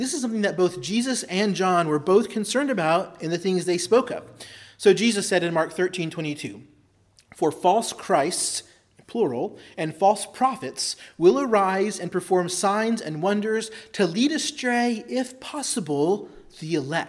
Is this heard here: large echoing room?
yes